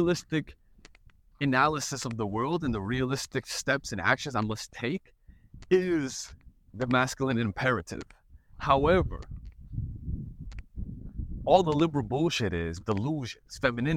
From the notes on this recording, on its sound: An old school type podcast episode outside, enjoying nature, and as the wind blows so does the cigar smoke.